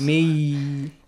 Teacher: the نون has been sacrificed here actually okay and the ya has been doubled